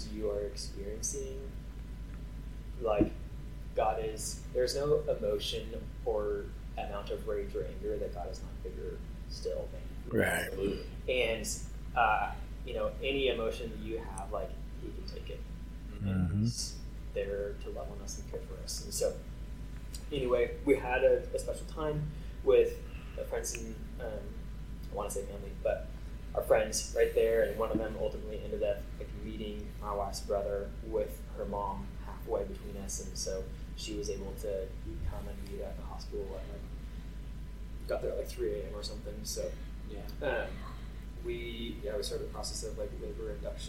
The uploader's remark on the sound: I wanted to apologize for the poor audio on this one. To keep it authentic we decided to remedy the audio as best we can instead of rerecording.